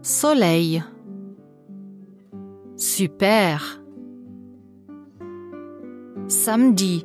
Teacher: Ein S am Anfang eines Wortes wird immer scharf bzw. stimmlos gesprochen.